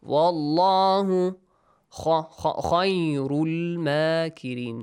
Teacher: which has a fatha in the word Allah. The letter lam in the word Allah will be pronounced with a heavy sound.